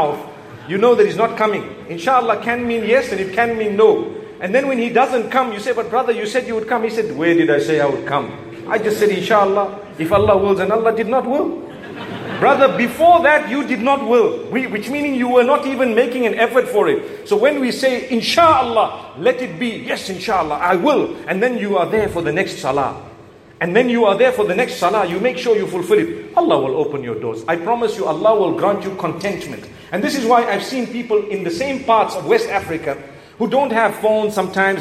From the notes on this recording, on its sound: A lecture delivered in Perth Australia at the Masjid within the AIC campus.